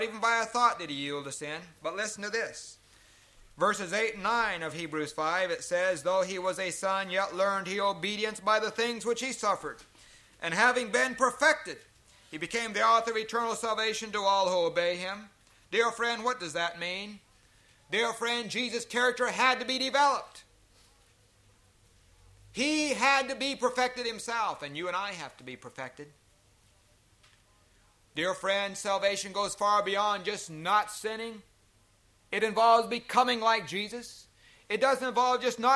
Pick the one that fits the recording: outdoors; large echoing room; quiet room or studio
large echoing room